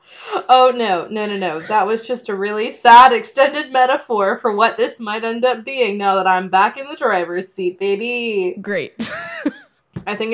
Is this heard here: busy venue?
no